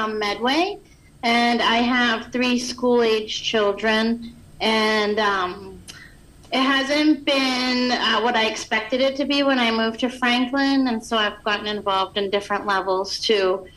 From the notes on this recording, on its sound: My notes were captured remotely as I viewed the meeting via the Zoom connection.